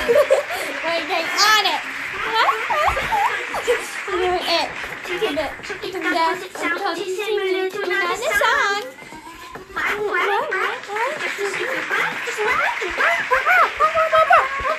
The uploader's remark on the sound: LIVE CONCERT